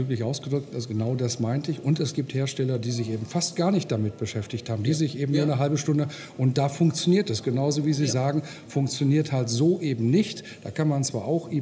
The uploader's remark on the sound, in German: Congress der Controller in München. Der Performance Manager Podcast war live vor Ort und hat auf dem größten Fachtreffen Europas mit den Who‘s Who im Controlling geredet.